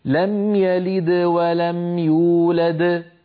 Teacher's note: فالدال الأولى بعدها حروف فقلقلتها صغرى ولو كانت هي الحرف الأخير في الكلمة، يولد موقوف عليها إذن قلقلتها كبرى · Term: القلقلة